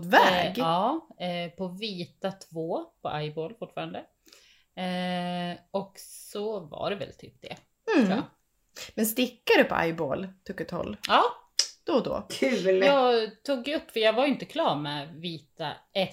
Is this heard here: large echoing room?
no